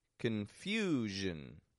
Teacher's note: The stress is in the second syllable. The vowel gets stretched out in there a little bit longer, and then the zhin, quick and quiet.